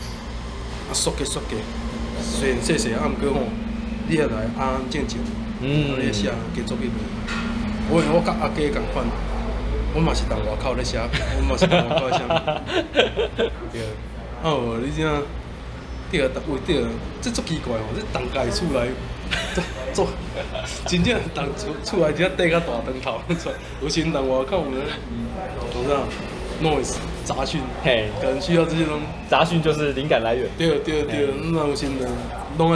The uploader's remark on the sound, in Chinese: 錄音地點：Louisa Coffee 路易莎咖啡 台南中華店。錄音設備：Samsung S10+。